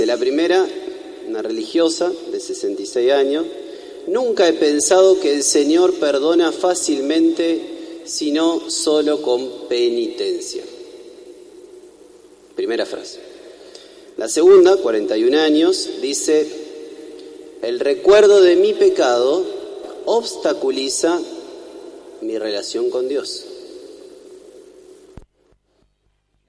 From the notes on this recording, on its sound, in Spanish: En vivo la celebración de la Novena que se realiza en honor a Nuestra Señora del Rosario, Fundadora y Patrona de Paraná y de toda la Arquidiócesis. El novenario se reza en la Iglesia Catedral. Será trasmitida en vivo por Radio Corazón.